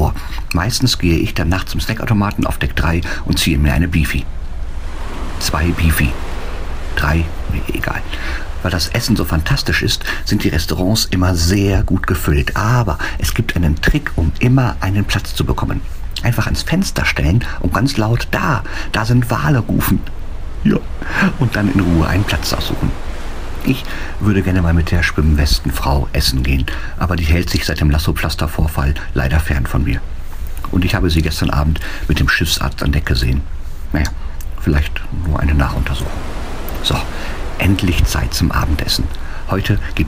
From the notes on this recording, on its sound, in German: Fährt mit der AIDAluna von Kiel nach New York und meldet sich jeden Tag live vom Schiff mit seinem Logbuch.